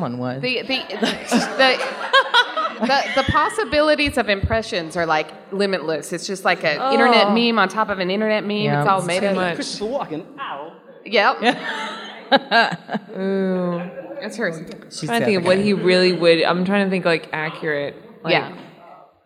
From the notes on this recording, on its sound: Cards Against Humanity LIVE at Comicpalooza! We had our very own panel where we recorded with a live audience. Didn’t freak out that a 9-year old was in the room with her headphones blaring.